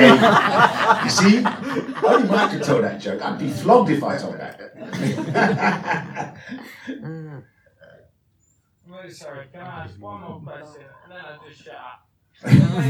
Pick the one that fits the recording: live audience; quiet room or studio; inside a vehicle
live audience